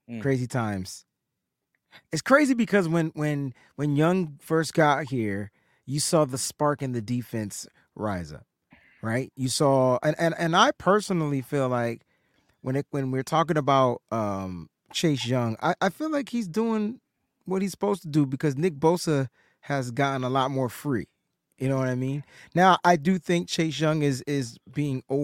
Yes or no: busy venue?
no